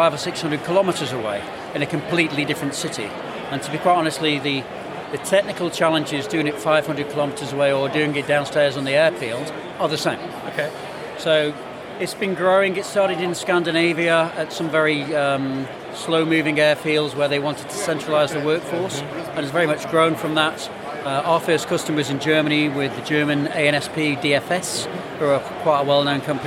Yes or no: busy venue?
yes